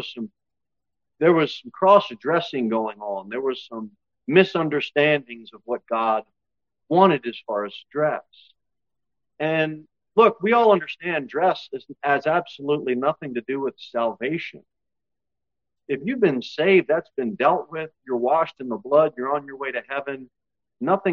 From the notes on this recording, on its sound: Sermon delivered at Pilgrim Baptist Church on Sunday, September 3, 2023, at 2-15 pm. Jere Whitson Rd. Cookeville, TN 38501.